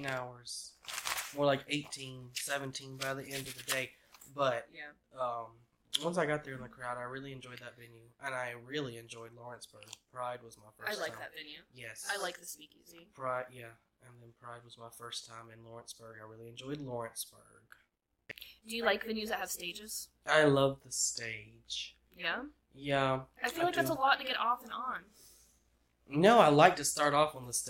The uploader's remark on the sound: Please bare with us as we figure out better audio, lighting, and cameras in the future!